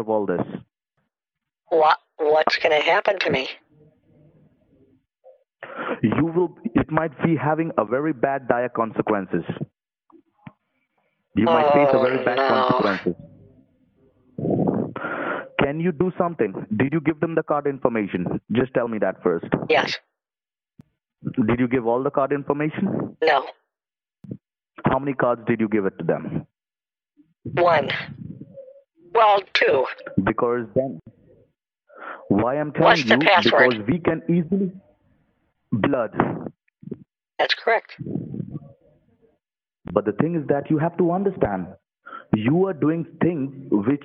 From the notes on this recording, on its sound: on the phone with multiple scammers